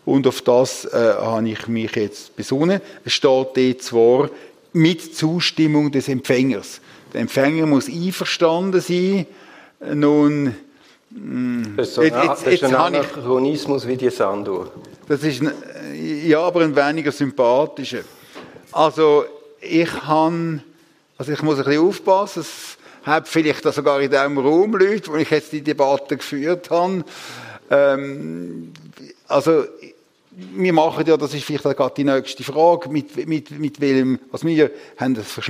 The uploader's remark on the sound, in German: Im Live-Podcast im Dolder Grand in Zürich